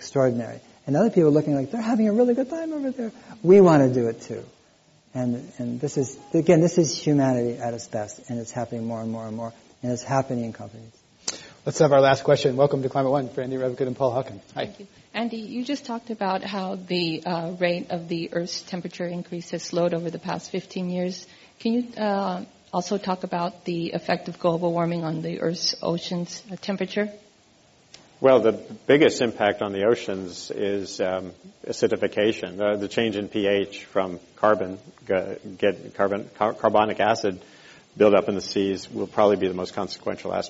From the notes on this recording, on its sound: This program was recorded in front of a live audience at The Commonwealth Club of California.